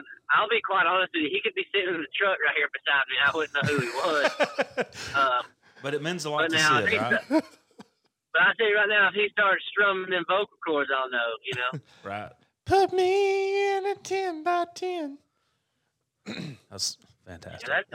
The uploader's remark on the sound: on the phone with us trucking cattle